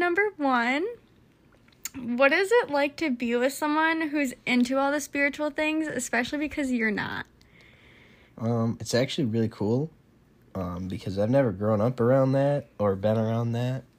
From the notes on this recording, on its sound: apologies for any outside wind noise